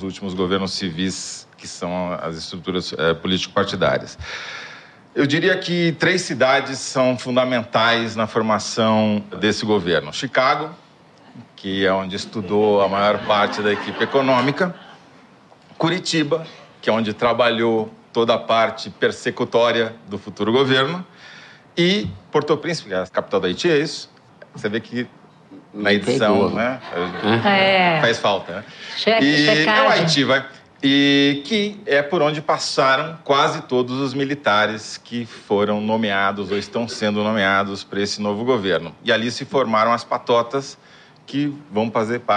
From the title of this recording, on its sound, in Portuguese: Ao vivo no Festival